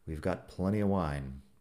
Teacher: plenty la T como si no estuviera ahí